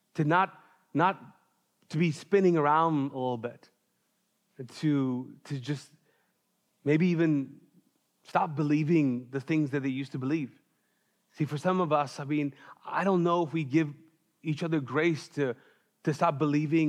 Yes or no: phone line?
no